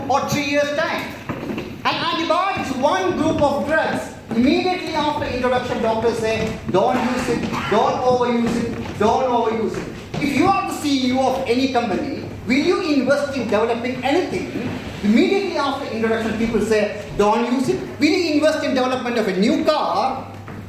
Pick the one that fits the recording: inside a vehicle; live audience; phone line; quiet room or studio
live audience